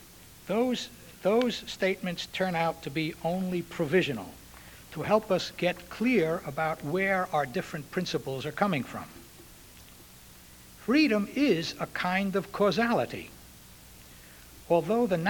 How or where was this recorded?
large echoing room